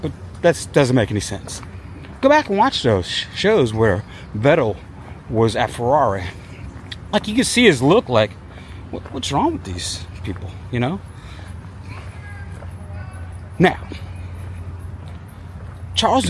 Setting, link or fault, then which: setting, outdoors